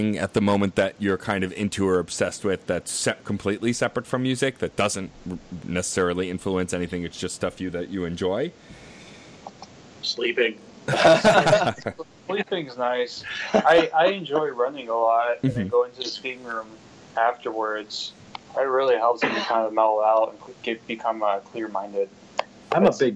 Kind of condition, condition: link, video call